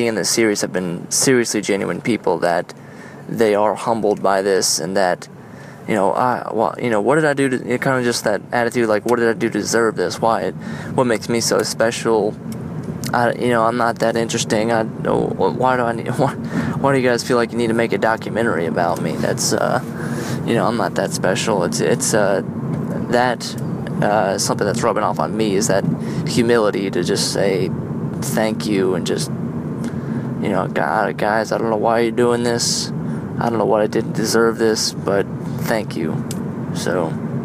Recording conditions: phone or laptop microphone